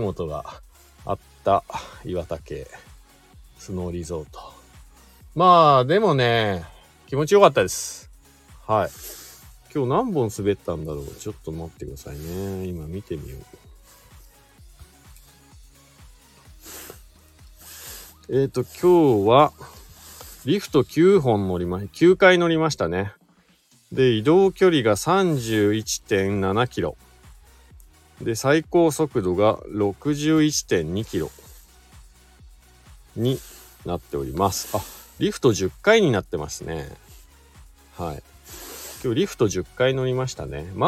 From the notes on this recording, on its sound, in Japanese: 本日、白馬岩岳スキー場で滑り終了後 車の中から